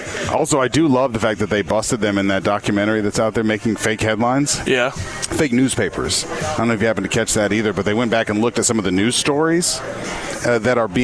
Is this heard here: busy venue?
yes